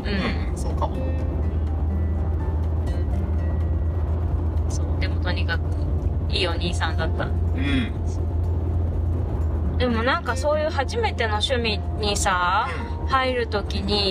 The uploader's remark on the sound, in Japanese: 家族で初キャンプの帰り道に収録したドライブ番外編